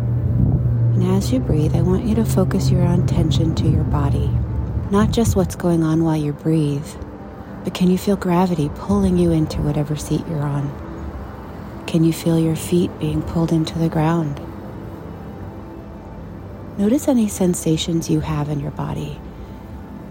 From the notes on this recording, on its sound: A special outside recording edition